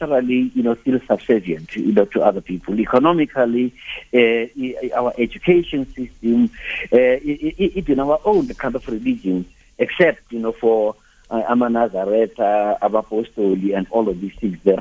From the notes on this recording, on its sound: GUESTS (phone).